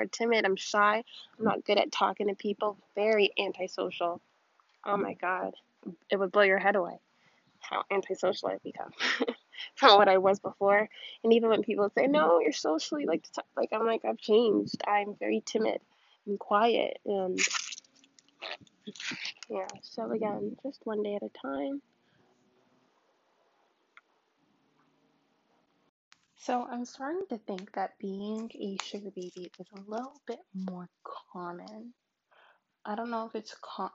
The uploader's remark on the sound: This is my first podcast, but I promise that I got much better at recording.